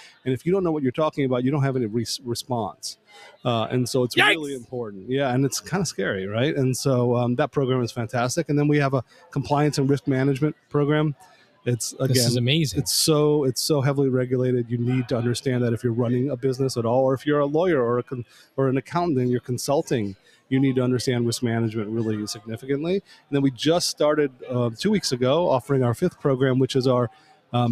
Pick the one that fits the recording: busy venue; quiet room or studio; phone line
busy venue